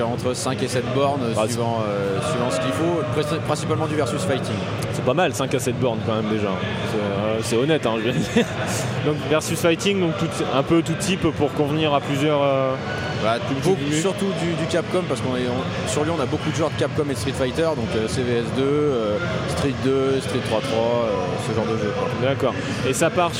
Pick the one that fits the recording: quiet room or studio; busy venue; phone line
busy venue